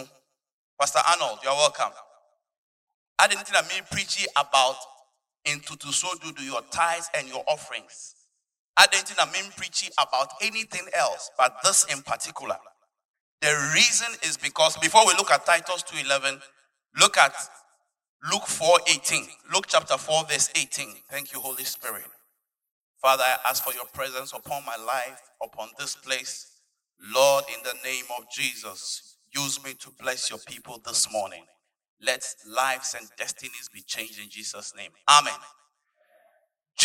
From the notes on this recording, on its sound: Preached at Gospel Salvation Church Akim Oda, Ghana at the Inspiration Morning Service on Sunday 15th March 2020